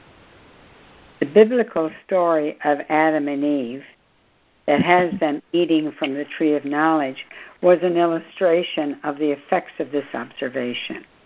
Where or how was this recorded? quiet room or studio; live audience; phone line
phone line